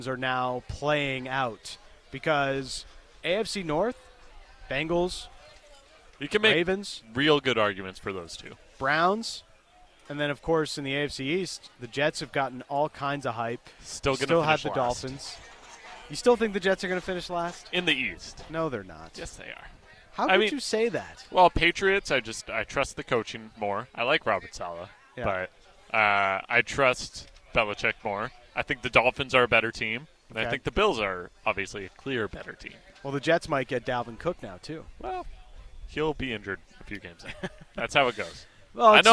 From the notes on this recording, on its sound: LIVE at Rogers Field at Nat Bailey Stadium